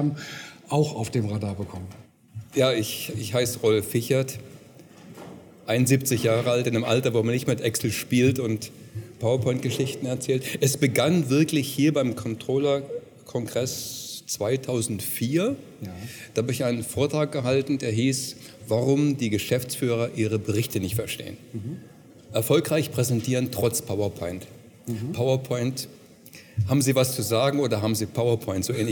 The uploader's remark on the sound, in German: Congress der Controller in München. Der Performance Manager Podcast war live vor Ort und hat auf dem größten Fachtreffen Europas mit den Who‘s Who im Controlling geredet.